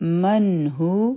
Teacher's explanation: او دلته کې به مونږ اخفا نه کوو، ځکه چې مخکې حرف ها دی